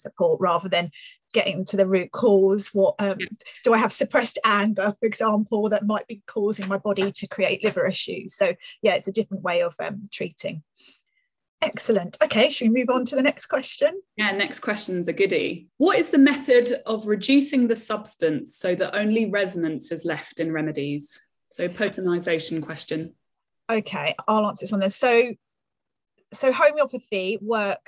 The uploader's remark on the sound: Live by Zoom.